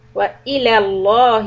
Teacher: Here the lam in lafz jalala is heavy.